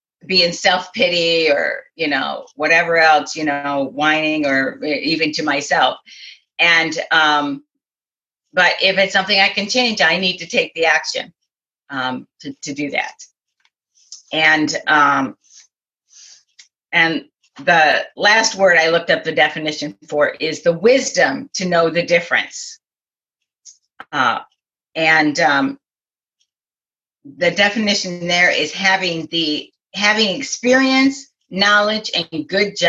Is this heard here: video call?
yes